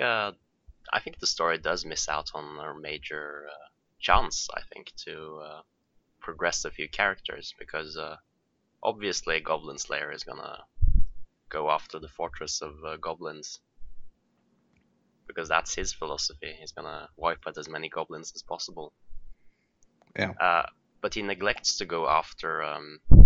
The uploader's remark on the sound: the podcast is plagued with technical difficulties